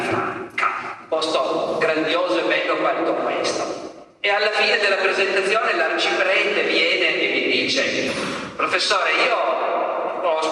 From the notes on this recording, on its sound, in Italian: All’edizione 2017 del festival Rinascimento Culturale.